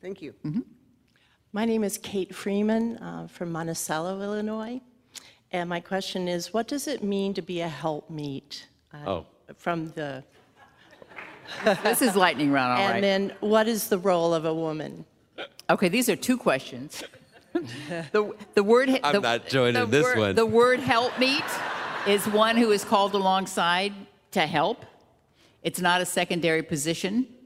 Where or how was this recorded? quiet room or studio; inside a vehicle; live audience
live audience